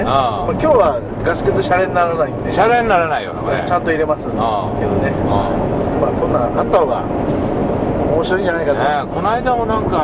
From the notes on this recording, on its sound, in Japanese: 埼玉県。ドライビング対談収録をいたしました。